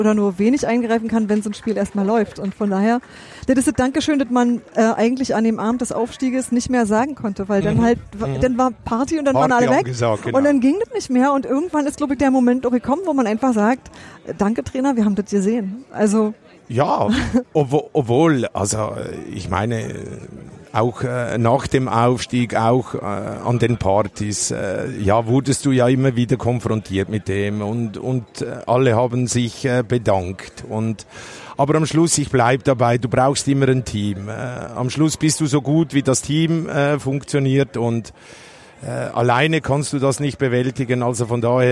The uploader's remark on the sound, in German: unseren Podcast direkt beim Union-Drachenboot-Fun-Cup aufgenommen